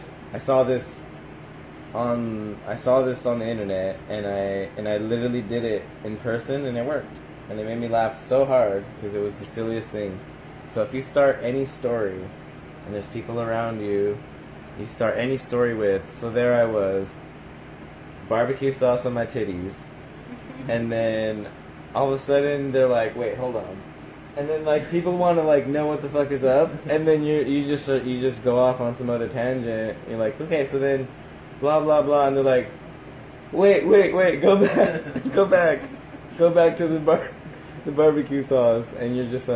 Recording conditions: phone or laptop microphone